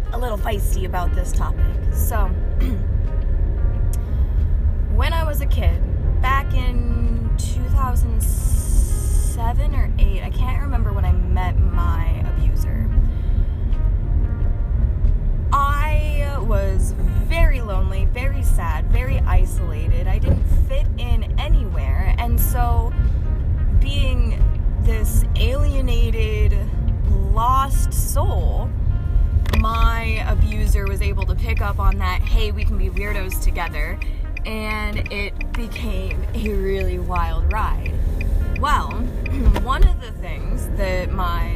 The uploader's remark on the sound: Headphones warning this is a car convo and it might get a little loud sorry about that